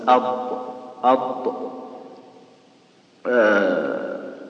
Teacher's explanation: خرجتها، فإذا قال خرجتها من كذا يقول لا طلعها من وين، من حافة اللسان مع الأضراس · Term: الضاد